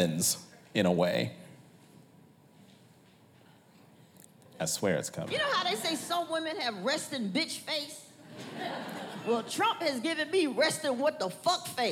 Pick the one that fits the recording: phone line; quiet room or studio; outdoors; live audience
live audience